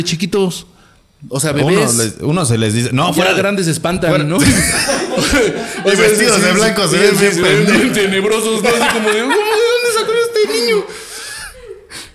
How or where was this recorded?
busy venue